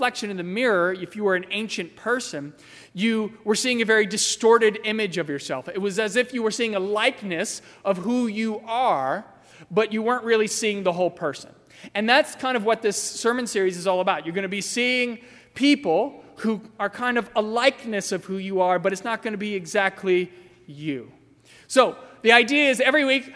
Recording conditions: large echoing room